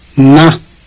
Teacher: Like all the nasals, na is very low in tone. It is pronounced like the na in the English word not.